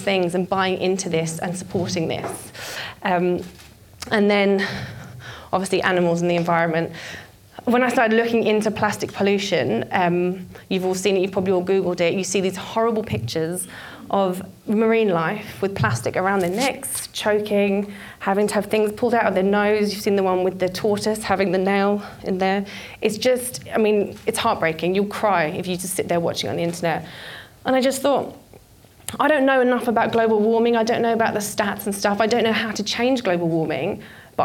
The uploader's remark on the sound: This was recorded at Vevolution Topics: Environment in 2018